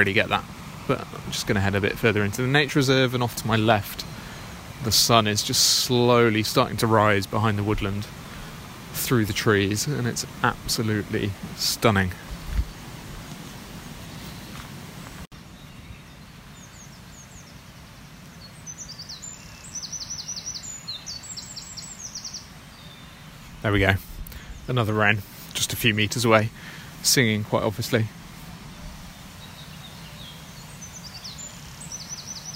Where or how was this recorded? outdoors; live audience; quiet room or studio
outdoors